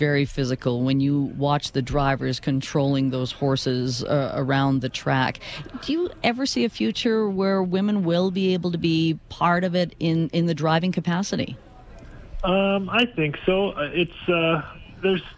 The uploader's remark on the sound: We are live on location at the 2018 Calgary Stampede canvas auction!